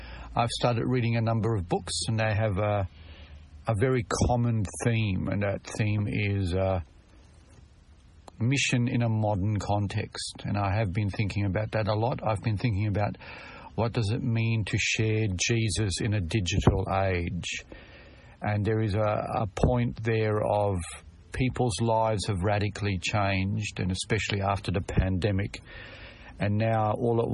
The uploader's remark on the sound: Very brief episode from the car - sorry about the audio.